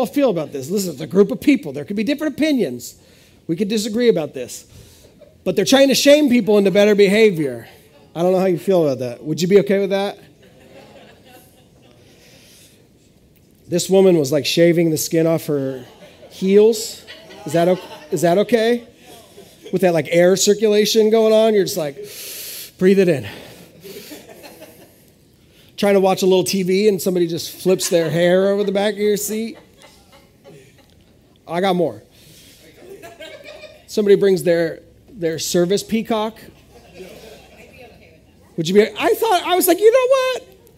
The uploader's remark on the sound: This is audio ripped from the Live Service video.